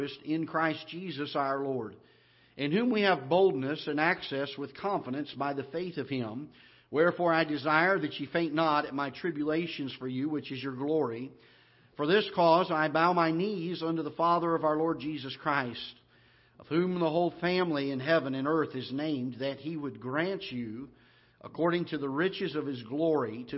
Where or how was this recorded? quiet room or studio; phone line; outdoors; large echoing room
large echoing room